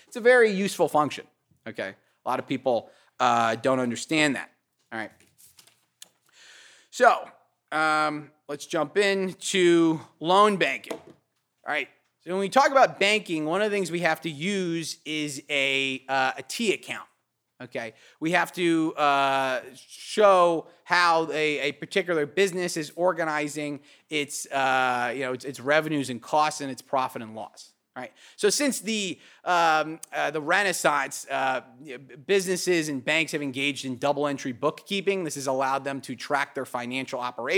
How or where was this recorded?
large echoing room